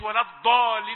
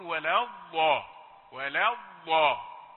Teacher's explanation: نقول لك لا، دي الدال مفخمة، ما هيش ضاد. الدال هي من حروف الشدة ومخرجها من طرف اللسان، لكن الضاد من حروف الرخاوة. عكس الشدة.